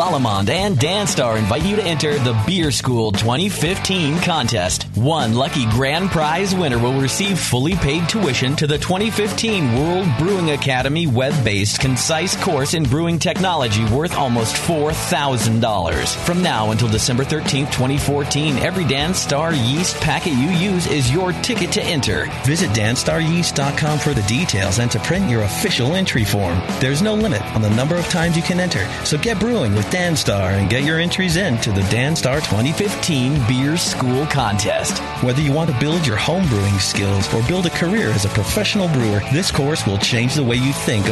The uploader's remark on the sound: Broadcast live from The Hop Grenade on the heels of their trip to the Northern California Homebrew Festival.